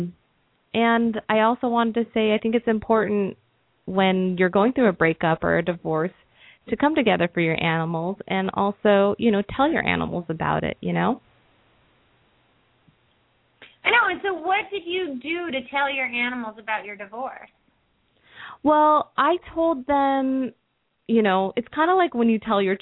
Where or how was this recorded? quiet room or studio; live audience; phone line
phone line